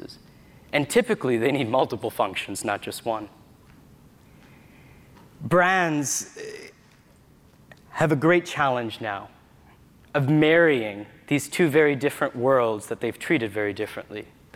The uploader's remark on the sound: We relive a session from the Retail Innovation Conference & Expo.